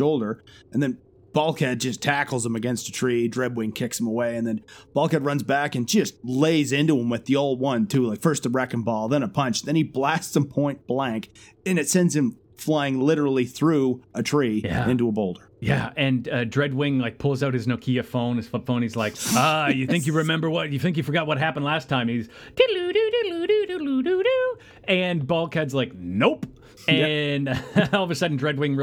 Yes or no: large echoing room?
no